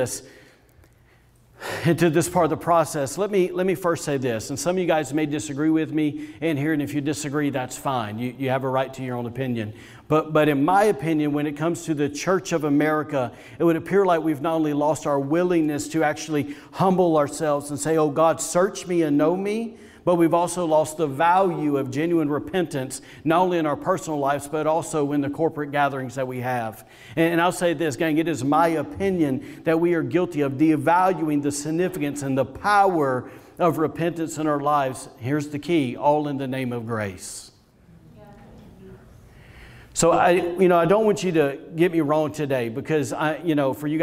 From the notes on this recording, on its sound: was recorded on Sunday, January 24th, 2021, during service at The Anchor Church in Rockport, Maine.